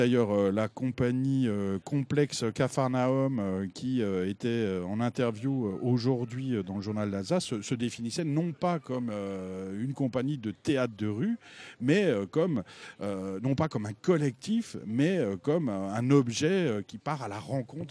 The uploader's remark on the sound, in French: en direct du Drouot pour le premier jour de Scènes de Rue